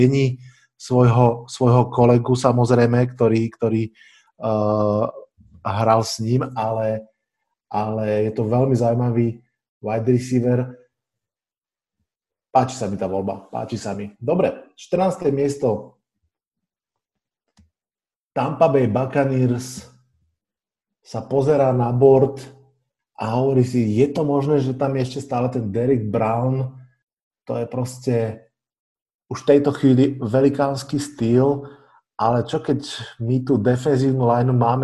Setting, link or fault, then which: link, video call